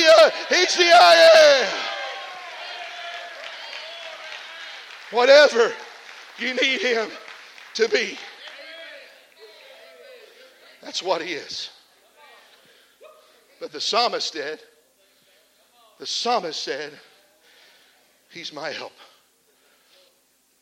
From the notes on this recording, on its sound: This message was preached at the Come Alive Spring Camp Meeting in Shelby, OH.